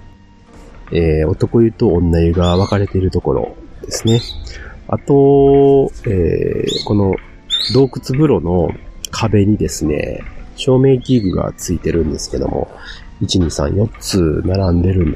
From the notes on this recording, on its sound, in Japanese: 青春18きっぷを使用してふらりと城崎温泉まで行ってみました。ロケにつき雑音が多めですがご了承ください。